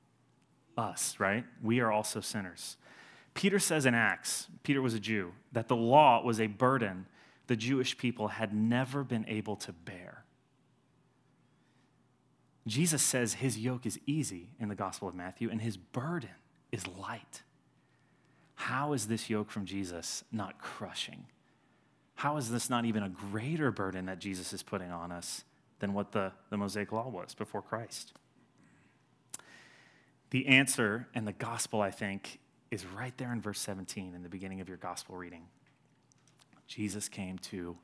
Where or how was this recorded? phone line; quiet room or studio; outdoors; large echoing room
large echoing room